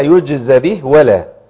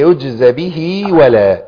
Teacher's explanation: ده وقفا، لكن اذا وصلت ما ينفعش اقولها يجز به ولا، هي يجز به ولا، لازم ابين حركة الكسر والياء الموصولة بحركة الكسر اللي هي بيسموها الصلة · Shown in: second take